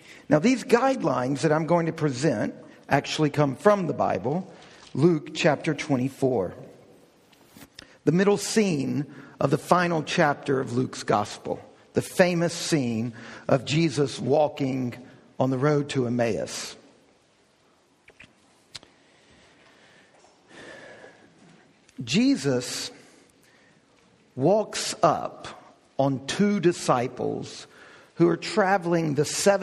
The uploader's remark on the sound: We hosted a DownTown Talks focused on learning how to read the Bible well. This is an audio recording of the lecture.